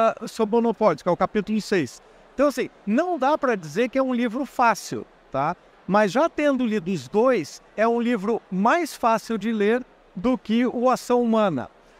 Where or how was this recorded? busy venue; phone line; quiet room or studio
busy venue